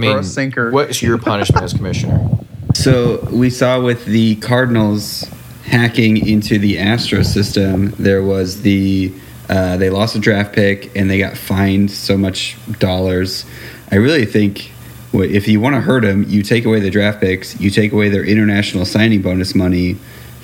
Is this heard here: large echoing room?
no